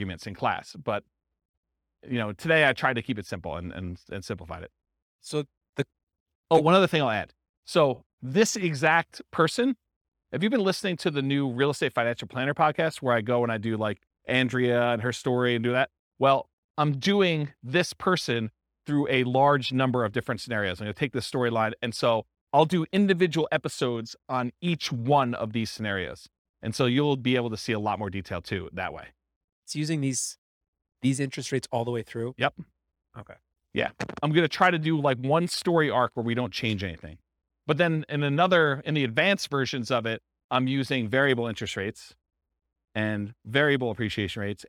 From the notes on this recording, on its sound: This was a live class recorded